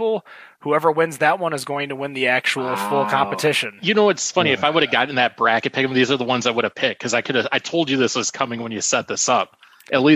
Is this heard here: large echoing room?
no